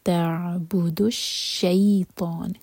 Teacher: عین ساکن پر قلقلہ نہ ہو تو عین پر تھوڑا ٹائم دیں گے. تعبد الشیطان، شی مدلین اور طاہوی، اور نون پر رکیں گے تو مد عارض للسکون.